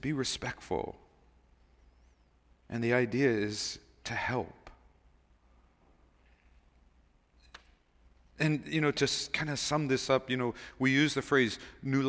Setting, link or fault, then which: setting, large echoing room